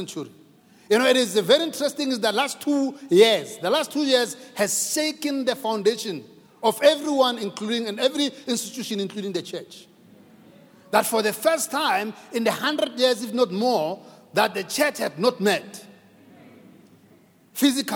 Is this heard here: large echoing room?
yes